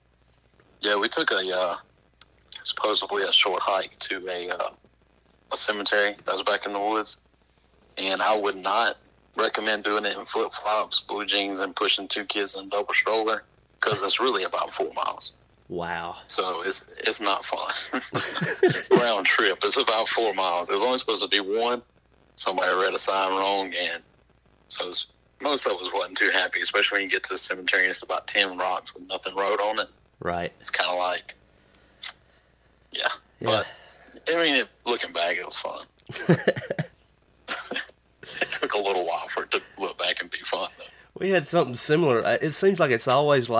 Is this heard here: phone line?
yes